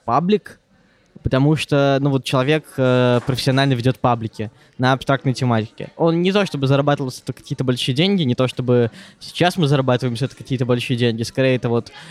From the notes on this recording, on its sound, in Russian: В этом подкасте, который мы записали прямо в кафе. Подкаст был записан еще в начале лета.